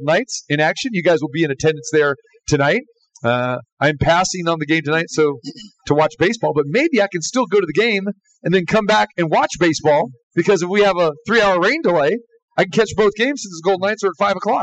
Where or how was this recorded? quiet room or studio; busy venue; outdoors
busy venue